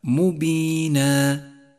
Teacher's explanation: نقف على تنوين الفتح بألف نمدها حركتين، أي هكذا: مبينا، وإياك أن تقف على تنوين الفتح هكذا مبينا، فهذا خطأ شائع، صوابه مبينا. · Term: مد العوض